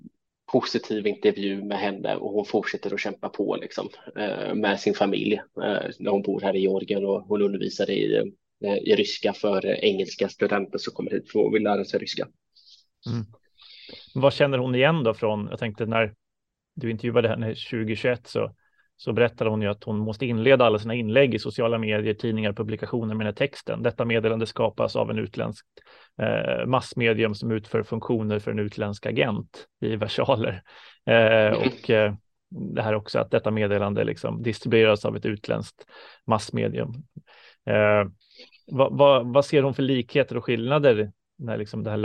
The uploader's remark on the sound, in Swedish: På länk från Georgien